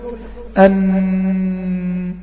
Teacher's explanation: الغنة دي بتيجي من تجويف الأنف، عندي أعلى الأنف فوق من الداخل، ده مكان الغنة، ده مكان الغنة، بتخرج من الخيشوم اللي هي أعلى الأنف فوق اللي هو التجويف الداخلي الأنف